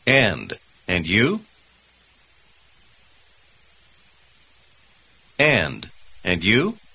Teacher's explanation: Вы заметили, как звук «д» в конце первого слова соединяется с «й» в начале второго? Так часто бывает при быстром темпе речи.